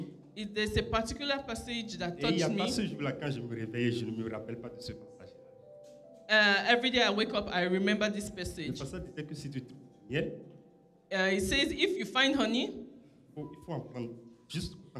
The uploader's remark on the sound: Preached during Joyful Hour Sunday Service.